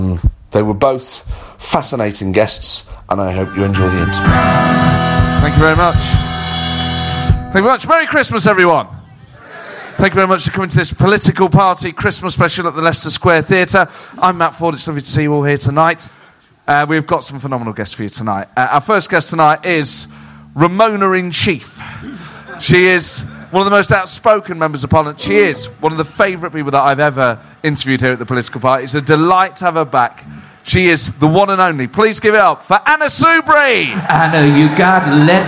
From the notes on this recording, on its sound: recorded at the Leicester Square Theatre